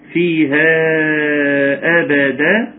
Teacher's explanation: فيها ده مد منفصل، يمد مقدار اربع حركات وخمس حركات